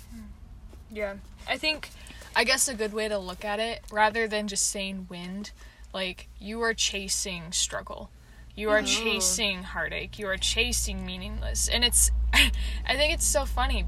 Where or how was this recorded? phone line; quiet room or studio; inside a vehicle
inside a vehicle